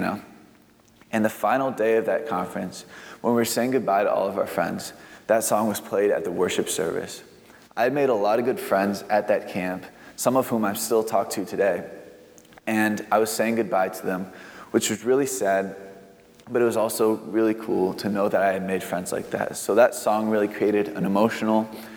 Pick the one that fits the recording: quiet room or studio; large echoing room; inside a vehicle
large echoing room